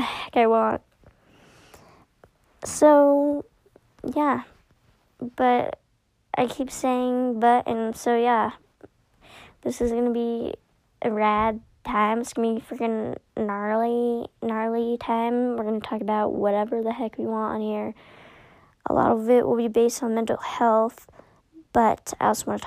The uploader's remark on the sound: I will be using a mic for all my other episodes